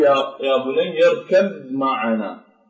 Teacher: فحرف الباء ينتقل إلى مجرى الأنف فتقول يا بني اركب معنا، فالباء تنطقها من الأنف